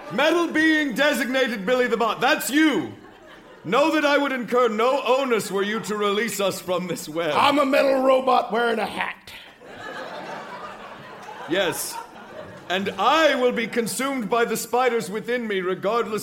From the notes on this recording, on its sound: Recorded Live 11/6/2010 at Largo, Los Angeles.